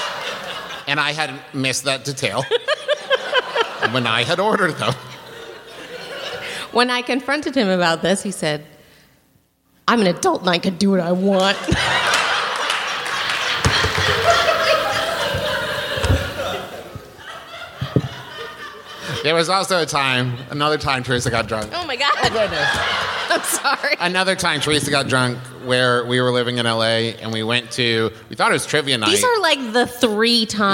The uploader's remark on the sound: This episode was recorded live at the Moontower Comedy Festival in Austin.